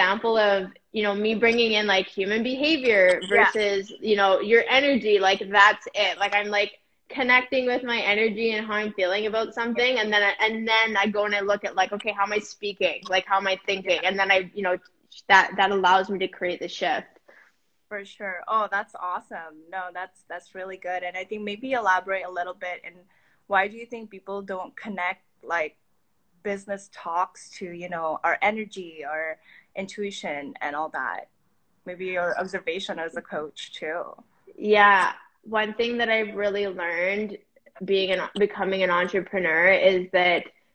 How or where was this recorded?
video call